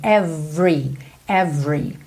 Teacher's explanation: É uma questão de ênfase na palavra, mas na grande maioria das vezes essa palavra não tem esse E do meio pronunciado. Então você pensa que o V já tá ligadinho no R · você não pronuncia o E do meio da palavra every